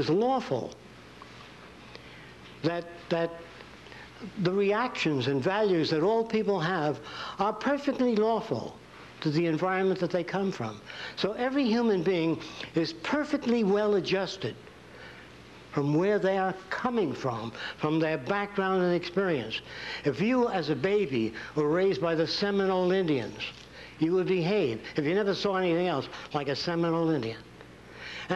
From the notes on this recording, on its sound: introduction lecture at Nichols College